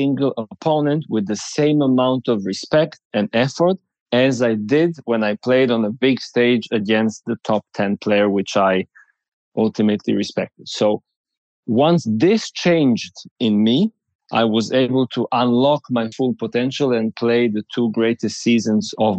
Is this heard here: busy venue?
no